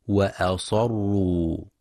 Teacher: وينتبه القارئ لتفخيم الصاد في كلمة وأصروا